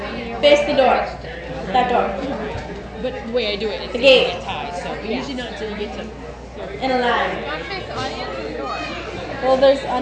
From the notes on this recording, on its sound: Tolland County 4-H Fair. A recording from the 2006 fair.